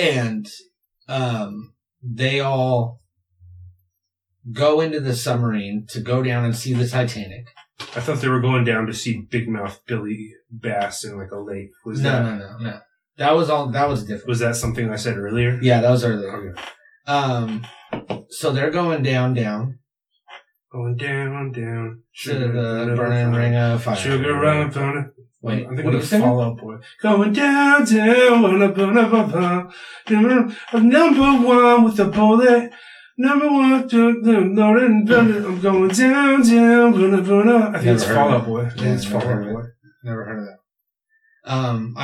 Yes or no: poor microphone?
yes